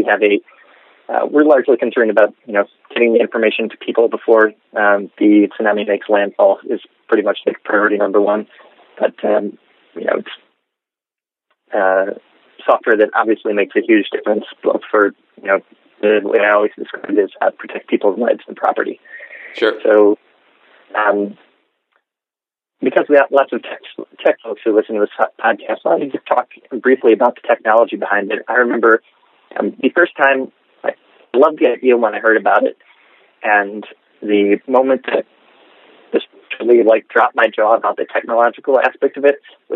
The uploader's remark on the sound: I apologize in advance for my audio quality — I was calling internationally from an iPhone.